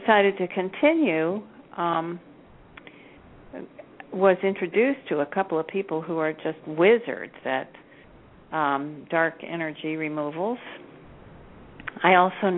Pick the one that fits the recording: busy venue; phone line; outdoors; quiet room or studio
phone line